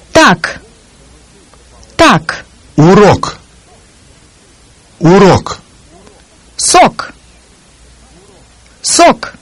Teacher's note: Even at the end of a word, there is no tension or rush of air as in English.